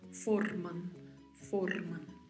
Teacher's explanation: temos atenção aí com a letra R pelo vibrato, a letra O mais fechada e ao final da palavra é uma letra N.